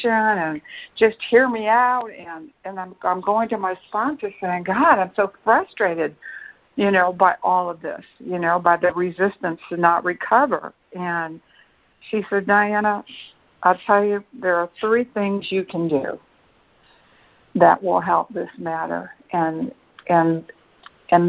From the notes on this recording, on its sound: ACIM Daily Conference Call.